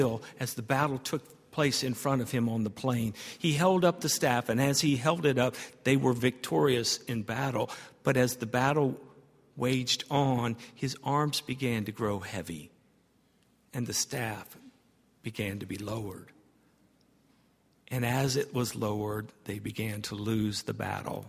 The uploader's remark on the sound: at Highland Baptist Church